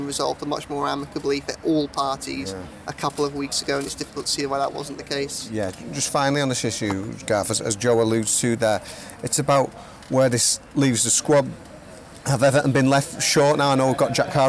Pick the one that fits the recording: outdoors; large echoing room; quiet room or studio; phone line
outdoors